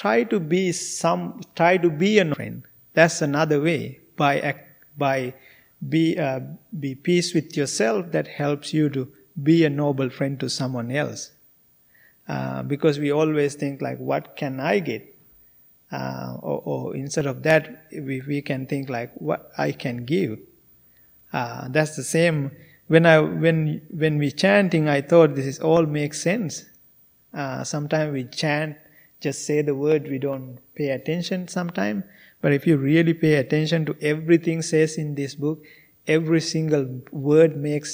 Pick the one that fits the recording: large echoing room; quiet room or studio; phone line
large echoing room